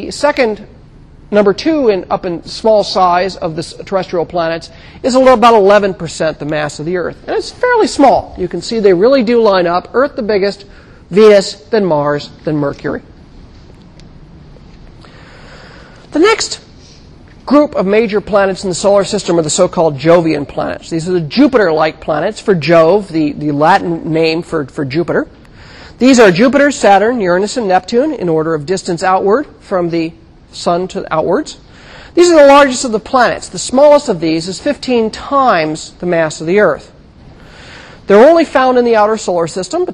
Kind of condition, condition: setting, large echoing room